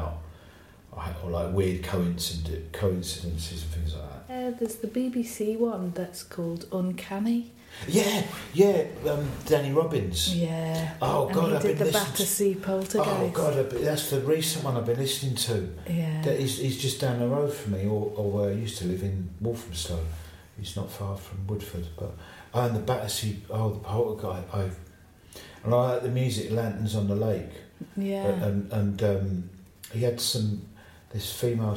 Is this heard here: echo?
yes